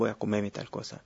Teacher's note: la R del infinitivo cae cuando hay un pronombre átono